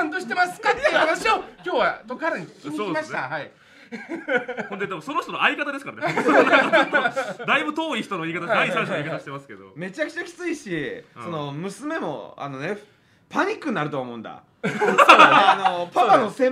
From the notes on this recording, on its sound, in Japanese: コラボ公開収録。